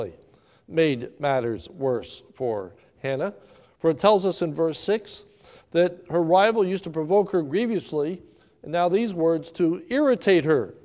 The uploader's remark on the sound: recorded live at the Lebanon Bible Fellowship Church in Lebanon, PA on 6/7/2020 at 10:45am